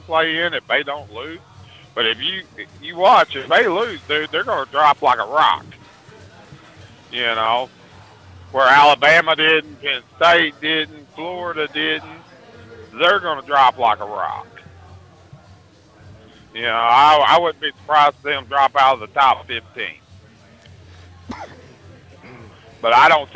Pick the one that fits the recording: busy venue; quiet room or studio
busy venue